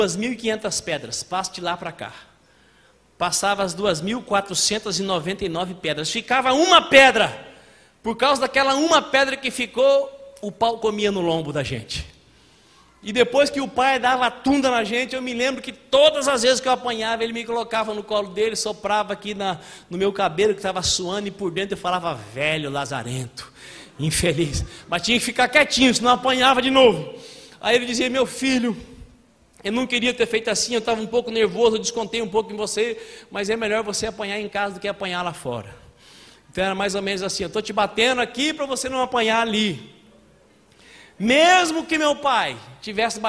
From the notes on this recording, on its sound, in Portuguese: em nosso Culto de Celebração dia 14/09/2020 na Igreja ABA Blumenau (Transmitido ao vivo)